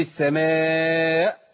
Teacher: لازم اقطع في الهمزه بالشده والجهر، انقطاع الصوت والنفس، لان قلنا دول صفتين مهمين جدا للهمزه. · Term: الهمزة الموقوف عليها